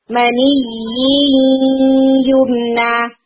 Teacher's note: یہ یا مشدد کو ادا کرتے ہوئے آپ کا جو نبر ہے وہ اسٹرانگ ہونا چاہیے تھا